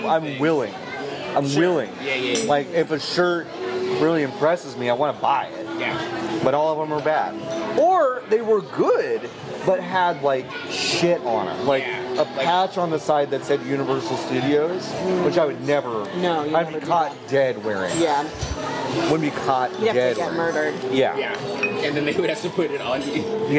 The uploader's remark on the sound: recorded an episode inside the Cheesecake Factory at The Grove in Los Angeles, California